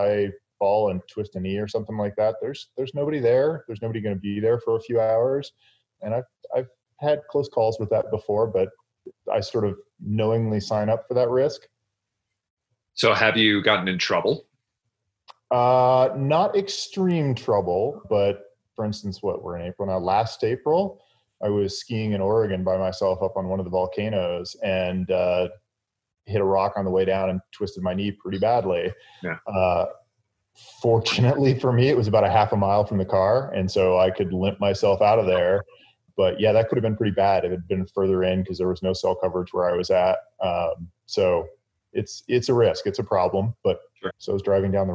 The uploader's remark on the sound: spoke over Zoom